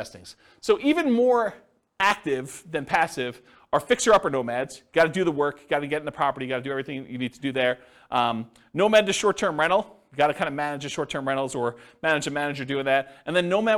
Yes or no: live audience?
yes